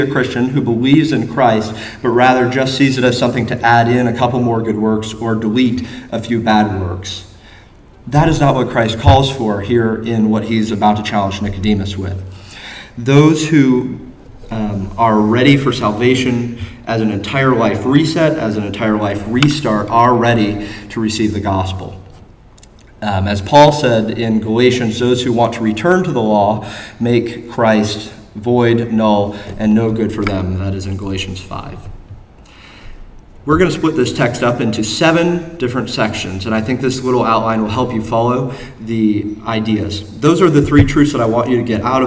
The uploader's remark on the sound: Though originally taught in Koinonia, the same address was delivered in sermon form to the congregation at Landmark.